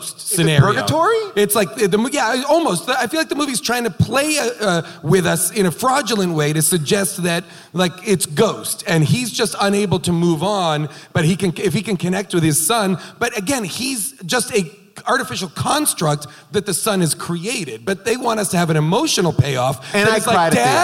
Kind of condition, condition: setting, live audience